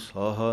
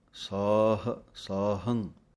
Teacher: ਬਿਨਾਂ ਬਿੰਦੀਆਂ ਤੋਂ ਪਾਠ ਬੋਲਣਾ ਹੈ ਸਾਹ। ਸੱਸੇ ਦੇ ਕੰਨੇ ਨੂੰ ਲੰਮਾ ਬੋਲਣਾ ਹੈ, ਹਾਹਾ ਮੁਕਤਾ ਹੈ · Shown in: second take